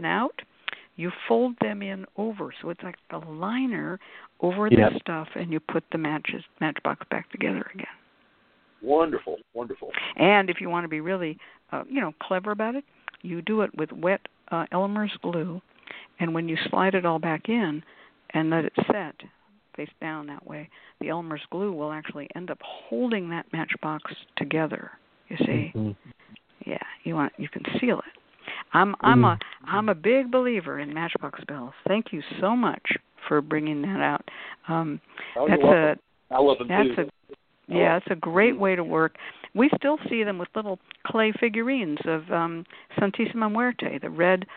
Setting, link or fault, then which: link, phone line